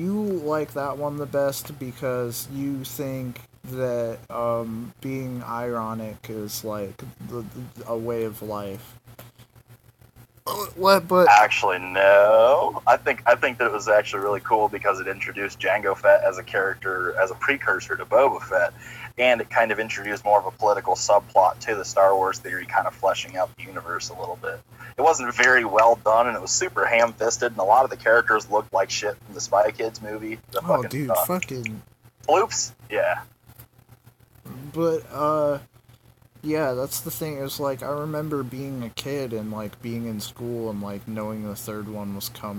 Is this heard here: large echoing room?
no